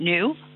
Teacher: Keep saying new with a ooh rather than an oh. · Term: yod dropping